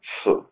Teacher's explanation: Значит, у вас не просто смыка, сначала есть смычка, но потом она переходит в узкую щель. Это аффрикаты, да.